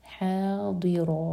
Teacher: حا حلق سے اور ضاد زبان کے سائڈ سے اور را پر فتح کی تنوین ہے، یہاں رکیں گے تو یہ 2 حرکہ ہوگا.